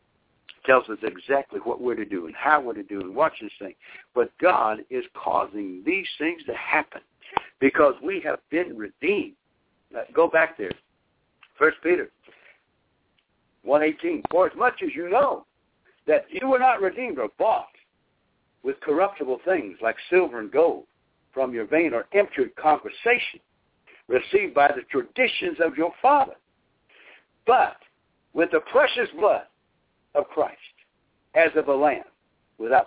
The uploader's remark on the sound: via conference call